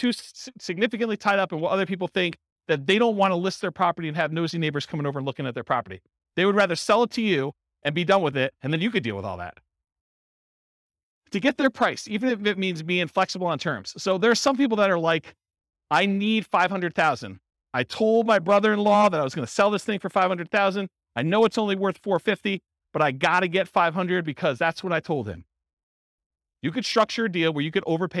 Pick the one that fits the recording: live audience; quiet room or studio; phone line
live audience